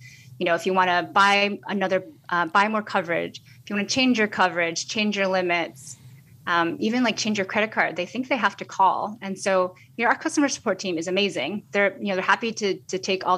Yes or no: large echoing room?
no